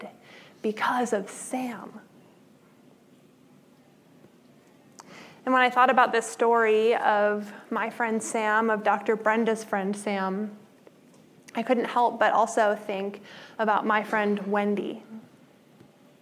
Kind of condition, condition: setting, large echoing room